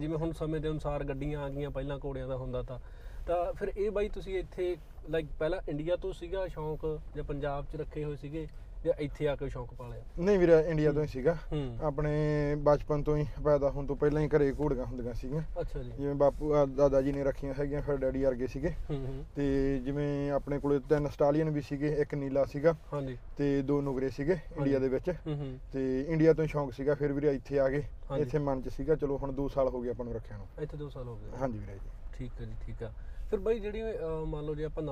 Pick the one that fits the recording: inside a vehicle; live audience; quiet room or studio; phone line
inside a vehicle